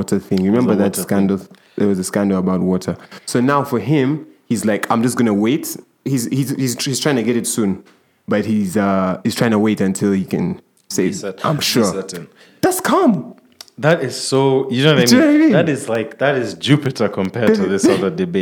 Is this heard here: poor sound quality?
no